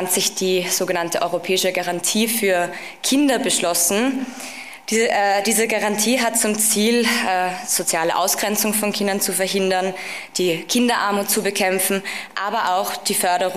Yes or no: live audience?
yes